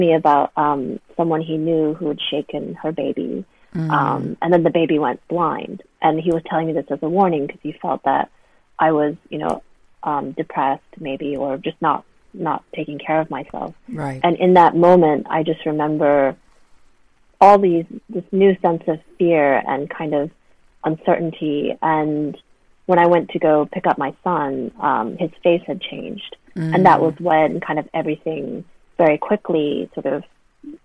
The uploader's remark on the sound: This interview is recorded over a line, so please forgive any glitches in sound.